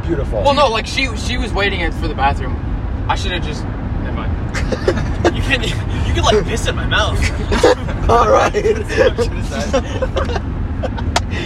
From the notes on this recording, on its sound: the first ever camping trip audio vlog